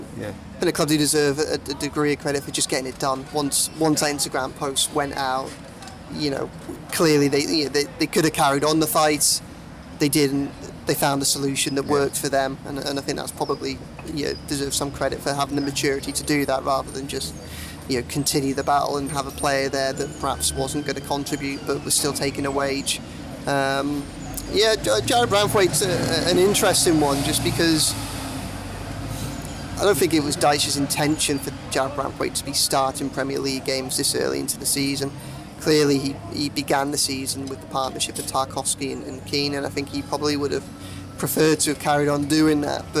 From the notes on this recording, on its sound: catches the last sun of the summer outside Lovelock's Coffee Shop in the heart of Liverpool city centre